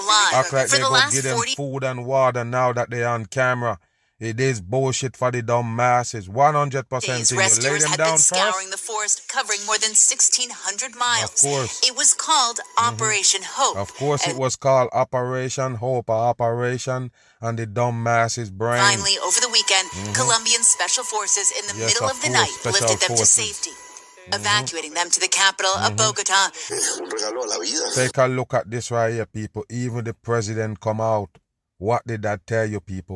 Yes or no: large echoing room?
no